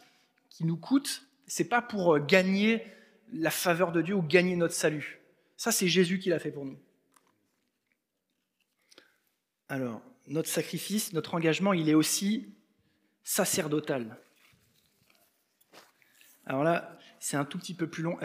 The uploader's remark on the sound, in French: Enregistré à l'église CVV